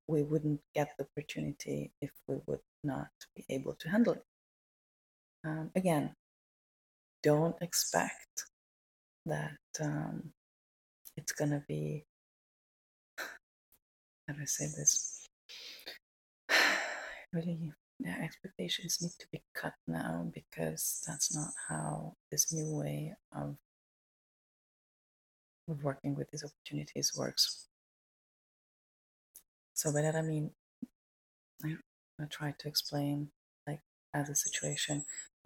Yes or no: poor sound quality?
yes